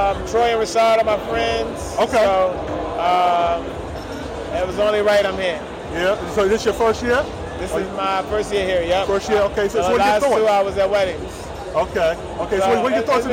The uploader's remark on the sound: Live From InvestFest 2023.